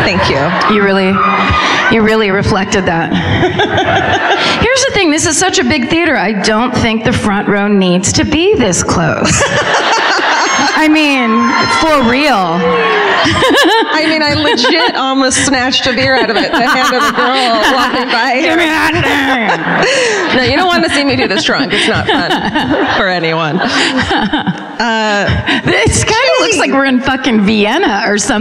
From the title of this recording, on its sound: Live at the Belk Theater in Charlotte